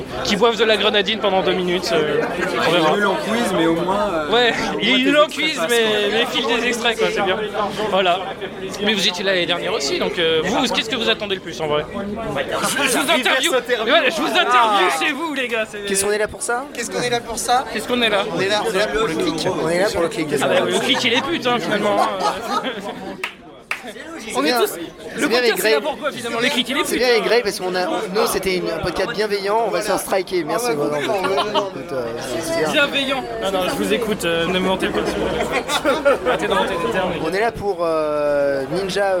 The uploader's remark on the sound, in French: Notre reportage audio de la nuit nanarland. Au programme, des interviews, des cuts que nous avons montés nous même, de la musique et des extraits de la soirée.